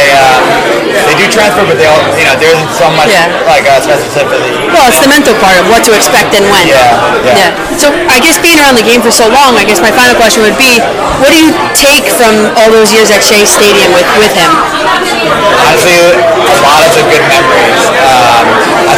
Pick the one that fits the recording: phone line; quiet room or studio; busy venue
busy venue